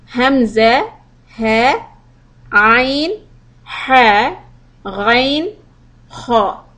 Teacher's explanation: We spoke about these alphabets as huruf-e halq, and they come in three places of your throat. In the bottom part of your throat is hamza ha, middle part ain ha, top part ghain kha.